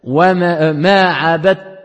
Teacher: On va mettre une shidda dans le ta et le del il est assimilé. · Term: assimilation